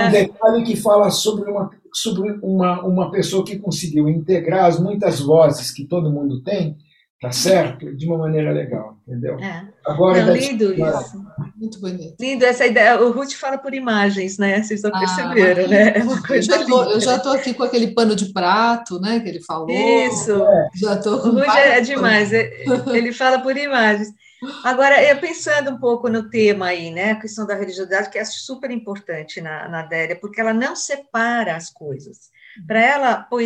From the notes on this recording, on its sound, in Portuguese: nós realizamos um encontro on-line